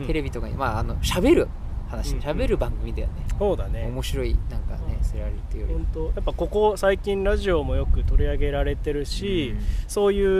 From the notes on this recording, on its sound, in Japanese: ツキイチ焚火ラジオ in ドイツ。ドイツで青空公開収録。